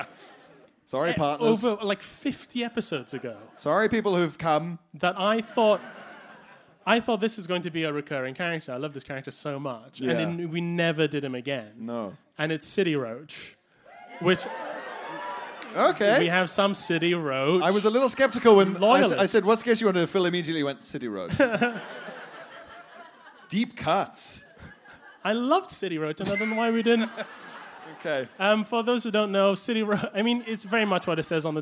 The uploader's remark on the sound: BudPod Live at the Leicester Square Theatre!